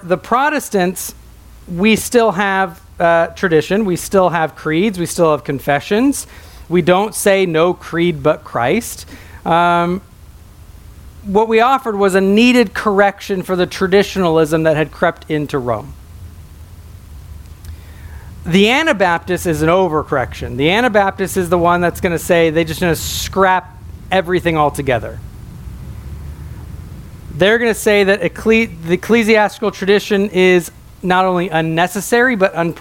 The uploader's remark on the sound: a sermon preached at my home church